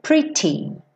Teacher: Se você optar por uma pronúncia mais britânica, sua pronúncia vai ser pretty. E aí você deixa esse t, com aquele arzinho, né? Que explode junto